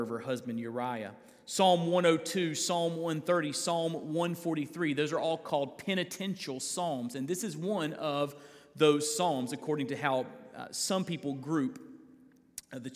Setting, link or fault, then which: setting, large echoing room